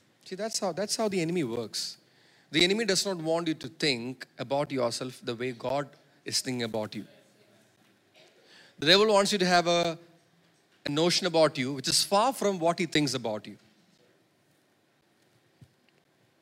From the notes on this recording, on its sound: preached at Sunday Service on 24 September 2023 at Revelation Church